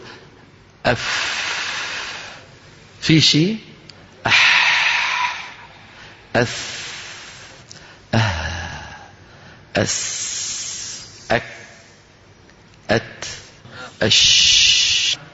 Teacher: انفتاح الوترين الصوتيين اللي في الحنجرة وعدم اهتزازهما وجريان كثير لهواء النفس · Term: الهمس